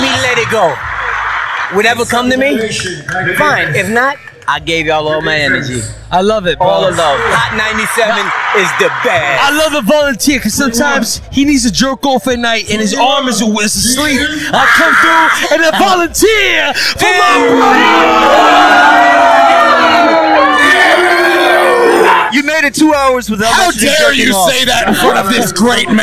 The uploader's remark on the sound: LIVE from Rucker Park